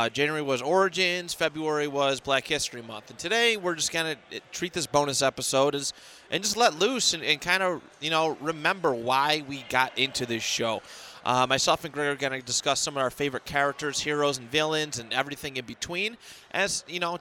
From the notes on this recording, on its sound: Recorded at The Podcast Precinct Redemption Fundraiser